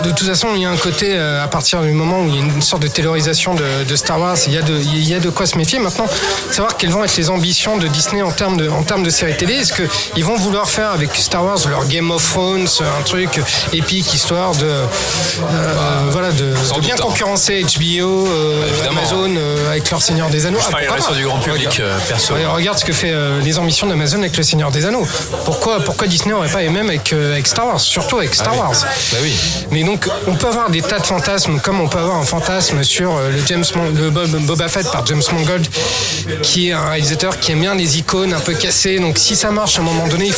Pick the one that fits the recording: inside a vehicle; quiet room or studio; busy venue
busy venue